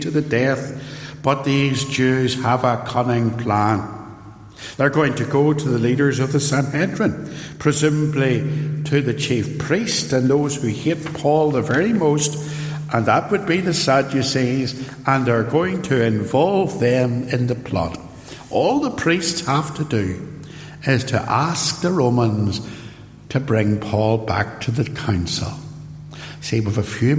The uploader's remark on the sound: Sermon preached at Templepatrick Reformed Church